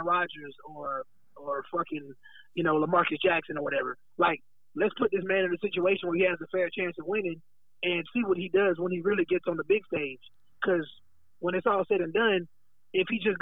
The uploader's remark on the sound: Has a phone call.